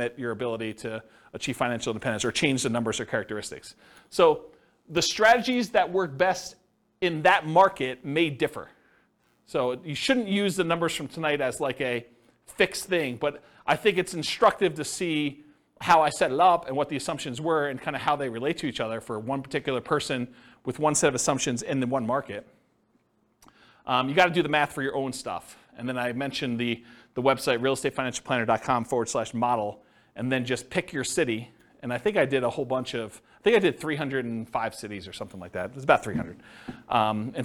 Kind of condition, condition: setting, live audience